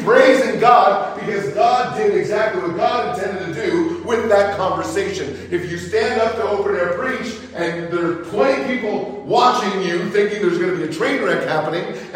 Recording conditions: large echoing room